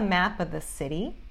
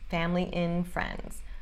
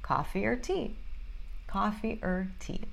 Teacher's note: Muitas vezes and vira in. Of vira a, or vira er